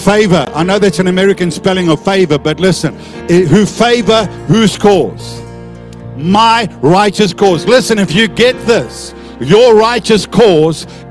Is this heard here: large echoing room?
yes